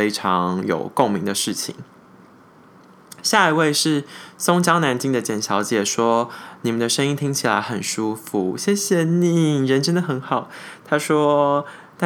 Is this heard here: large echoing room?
no